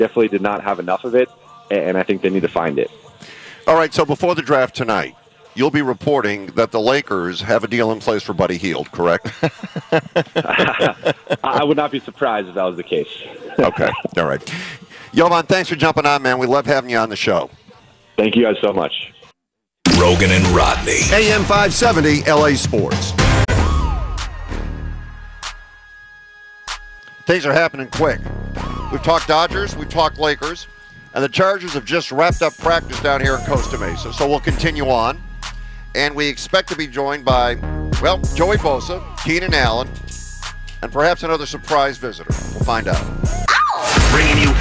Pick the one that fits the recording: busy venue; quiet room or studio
busy venue